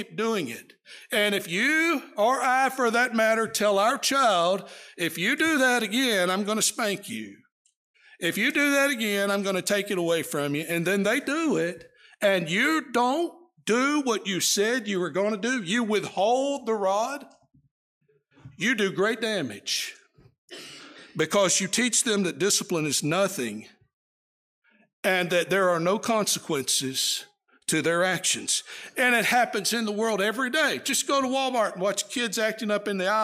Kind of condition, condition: setting, large echoing room